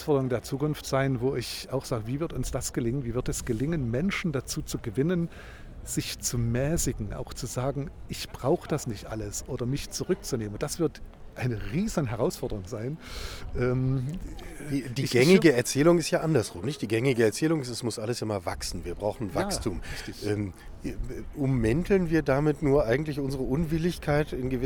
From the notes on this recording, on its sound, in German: Eine Zusatzfolge live vom Klimastreik. Wenn 15.000 Menschen allein in Leipzig auf die Straße gehen, um ihr Recht auf eine lebenswerte Zukunft einzufordern, mischen wir uns mitten drunter und sprechen mit Menschen.